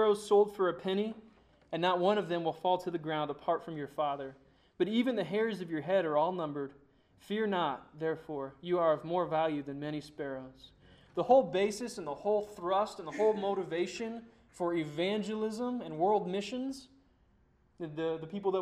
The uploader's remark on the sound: Sermon preached on Sunday, December 6, 2009 at Church of the Good Shepherd in Glendora